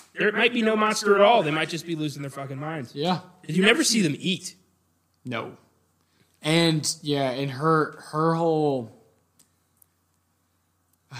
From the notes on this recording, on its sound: We apologize for the echo.